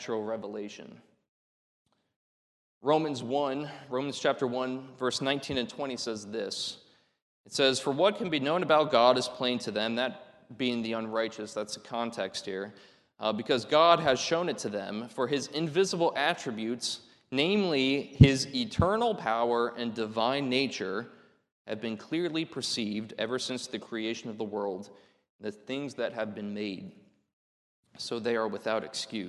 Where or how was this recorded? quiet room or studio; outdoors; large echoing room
large echoing room